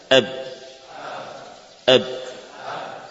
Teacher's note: kita benturkan syafah al-ulya dan syafah as-sufla. Tapi biarkan dia bertemu dan tidak dipisahkan · Term: huruf ba